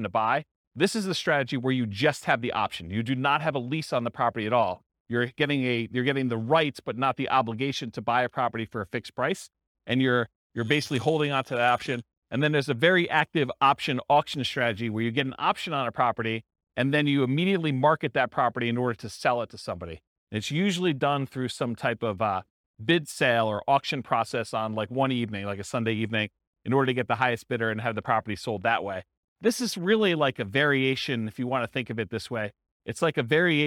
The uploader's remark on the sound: This was a live class recorded